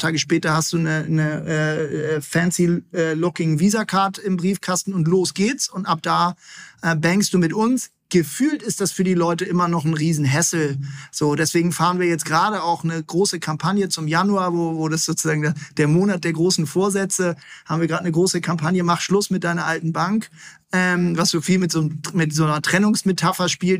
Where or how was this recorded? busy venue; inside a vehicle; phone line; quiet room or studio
quiet room or studio